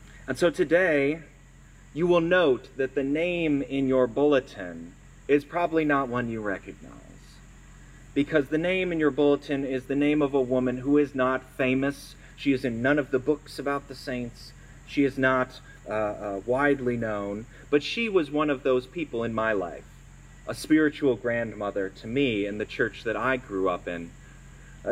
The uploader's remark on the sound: Sermon recorded at our outdoor worship service on September 4, 2022.